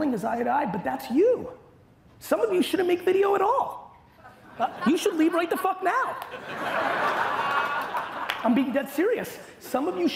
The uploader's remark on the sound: Keynote from 2022. A throwback keynote I gave in Las Vegas in May at Grow With Video Event.